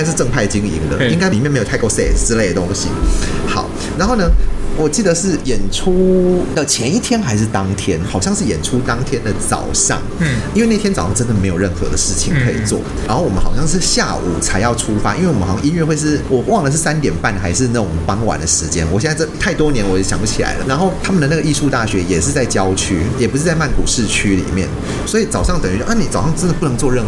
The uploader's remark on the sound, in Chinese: 本集白噪音指數：蚊風級 1/5。錄音地點： BUZZ Cafe & Beer。